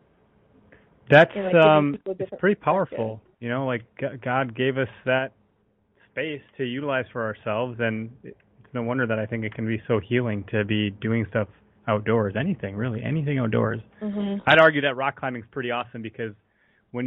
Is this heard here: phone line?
yes